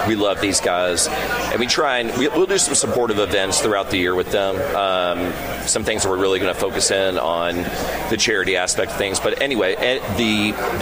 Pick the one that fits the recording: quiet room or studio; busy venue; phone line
busy venue